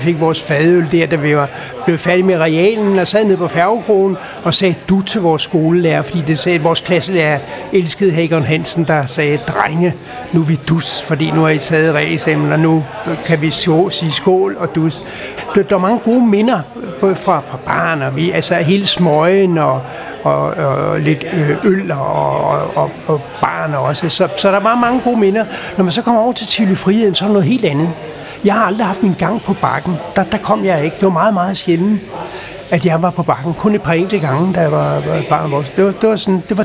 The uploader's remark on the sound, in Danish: Optaget på Axelborg Bodega, København